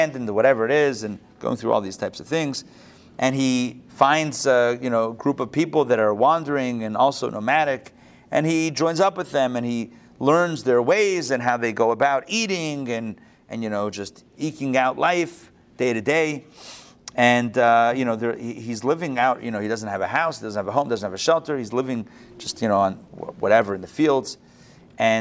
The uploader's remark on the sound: Recorded live at the Intown Jewish Academy on May 15, 2022